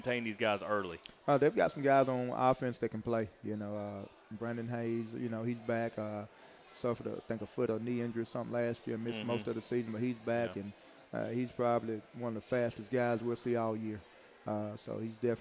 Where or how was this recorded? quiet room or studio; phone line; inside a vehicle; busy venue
busy venue